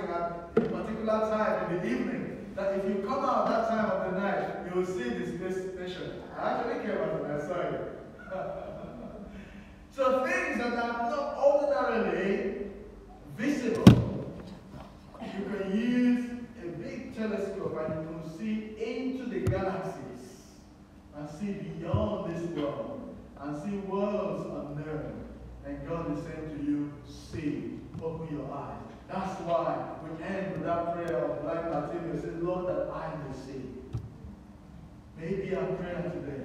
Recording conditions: poor sound quality